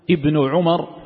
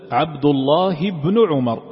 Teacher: مثلا أقول ابن عمر صحابي جليل، ابن عمر، أنا ظهرت هذه الهمزة الوصل ابن عمر لأني ابتدأت بها، لكن إذا قلت عبد الله ابن عمر فلا تسمعها، تسقط عند الوصل، هذه همزة الوصل، عند الابتداء فإن تظهر وعند الوصل تسقط هذه الهمزة